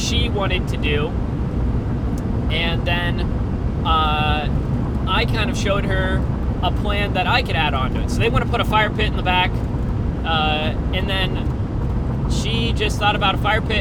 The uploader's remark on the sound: While driving home. Hope the audio quality wasn't to bad.